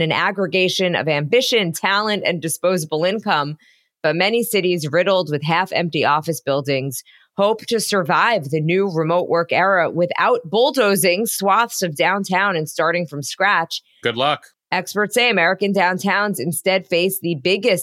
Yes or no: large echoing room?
no